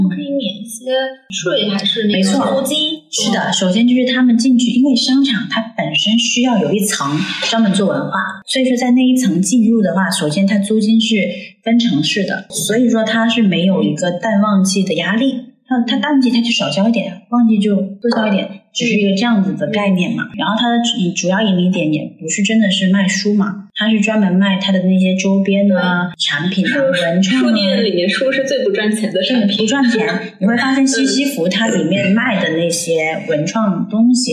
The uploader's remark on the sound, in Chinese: 约这对开民宿的夫妻，临时录了期播客。因为录制空间和设备的问题，本期内容音质不太好，希望你多多包涵。